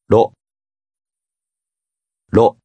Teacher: This letter has the R-L combination sound, but it's closer to R.